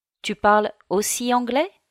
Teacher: You just raise your intonation towards the end of the sentence. · Term: Street French